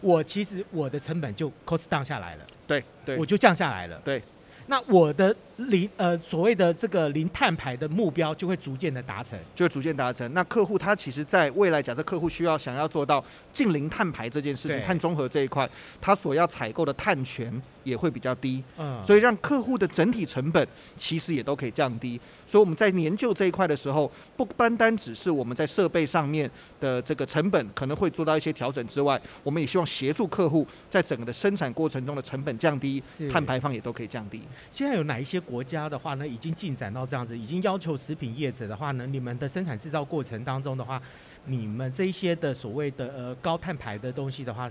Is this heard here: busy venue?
yes